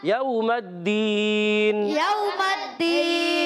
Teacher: واو ساکن سے پہلے زبر واو لین ہوگا، نرمی سے ادا کرنا ہے